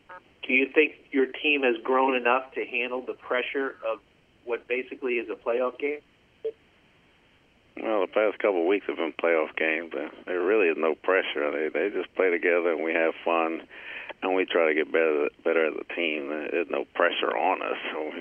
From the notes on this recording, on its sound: Addressed Reporters During a Monday Conference Call